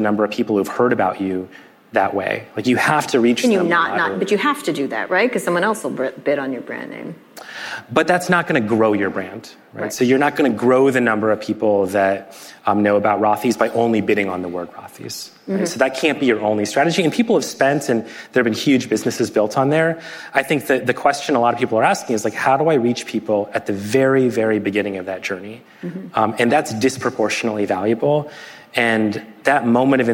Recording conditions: live audience